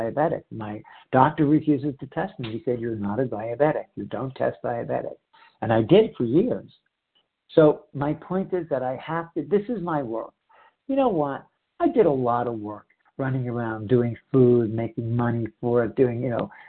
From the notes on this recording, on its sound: 100 Pounders Phone Meeting